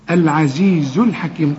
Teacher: كلمة العزيز كلها مرققة